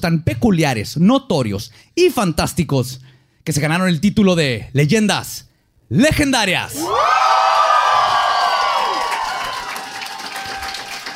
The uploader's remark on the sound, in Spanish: en vivo